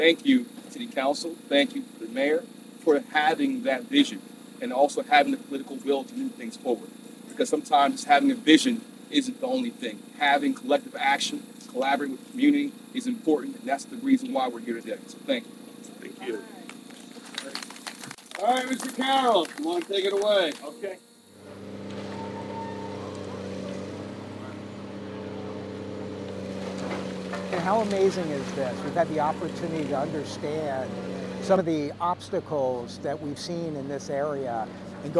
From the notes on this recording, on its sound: Expect some noise on your drive while listening to this episode because work was underway as they begun to tear down homes to help rebuild better & stronger!